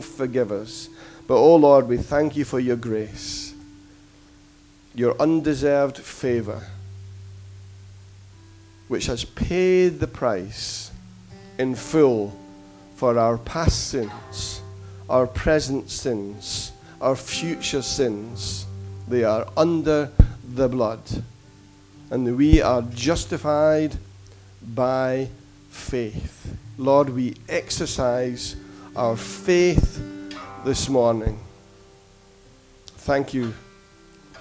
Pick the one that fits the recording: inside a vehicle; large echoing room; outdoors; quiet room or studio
large echoing room